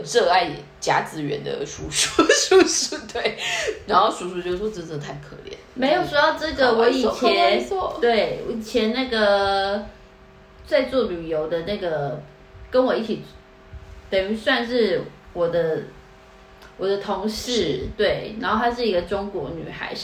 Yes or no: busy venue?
no